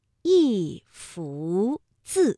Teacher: 一幅字的幅是二声，那么一啊就读四声